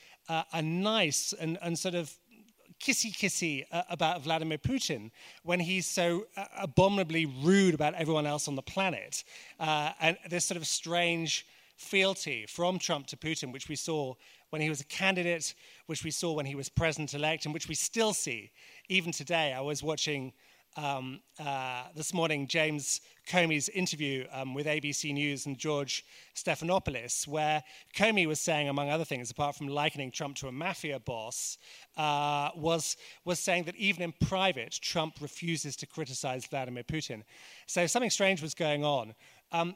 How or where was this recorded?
busy venue